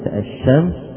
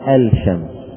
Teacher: في كلمة الشمس هنا أدغمنا اللام في الشين · Shown in: first take · Term: اللام الشمسية